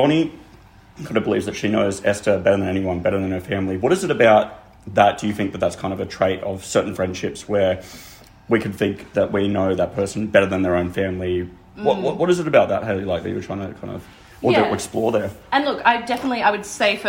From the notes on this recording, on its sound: At BRTD Newtown. Recorded live on location at Better Read Than Dead. At the Sydney launch of her debut novel.